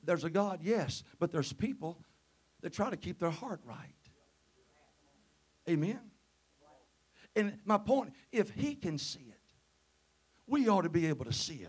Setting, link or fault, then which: setting, large echoing room